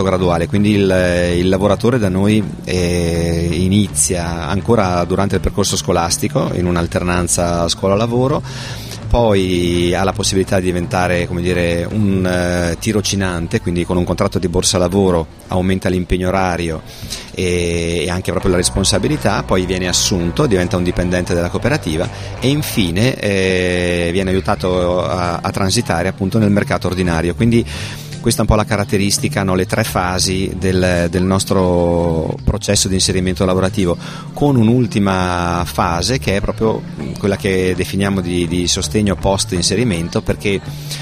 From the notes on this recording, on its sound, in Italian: La trasmissione di Sanbaradio. In questa puntata speciale in esterna, in diretta da piazza Fiera in occasione del Festival dell'Economia.